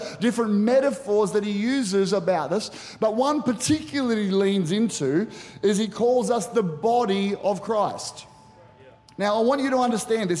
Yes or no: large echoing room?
yes